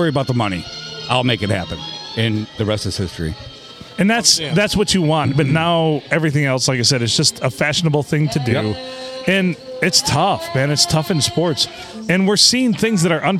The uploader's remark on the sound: Recorded at the Blue Water Sports Bar in downtown Port Sanilac, right near the main 4 corners, which is a 4 way stop.